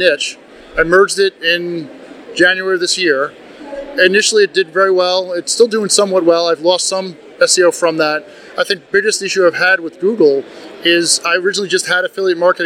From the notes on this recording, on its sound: Recorded LIVE at FinCon 22. We apologize for the crowd noise in the background.